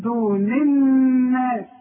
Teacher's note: النون اللي قبل الناس مكسوره وعند النون بتاعت الناس مشدده، يبقى دي بدون غنه والتانية غنه